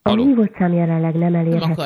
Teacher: Aki mondja, hogy a hívott szám jelenleg nem elérhető. De kicsit ilyen nazális, ilyen orrhangon mondja.